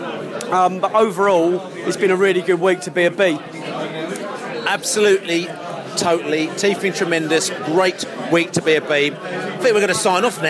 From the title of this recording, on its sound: post-match podcast from the pub